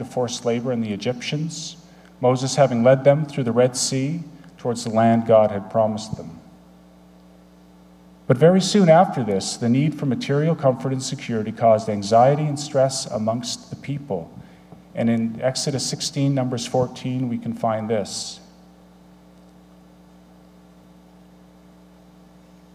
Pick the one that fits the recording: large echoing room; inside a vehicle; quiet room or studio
large echoing room